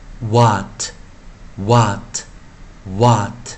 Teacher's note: 只要是元音的前面是 w 啊，a 的前面是 w 的时候，a 在短元时一定是一个 variant，它会念 o 的短元音